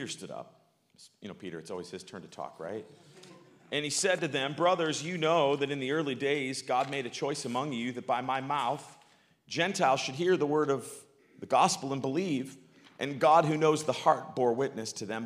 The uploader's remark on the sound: live from good news in the neighborhood, a new church